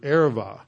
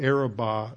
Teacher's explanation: it's a soft B, so it's pronounced like a V · Shown in: first take · But it is usually pronounced today the Araba.